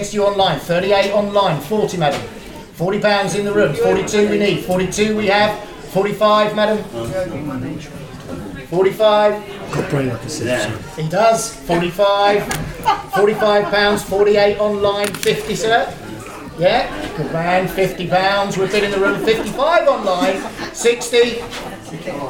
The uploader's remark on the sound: A special episode recorded at the RNLI charity auction they recently hosted in Lyme Regis. This edition is a mix of stories told from the lifeboat house as well as some of the best bits recorded live during the auction. Turns out a lifeboat station isn’t a good substitute for a recording studio.